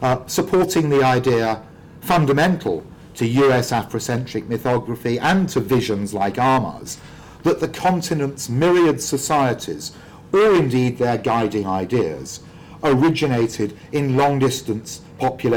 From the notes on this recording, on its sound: speaking at the African Athena conference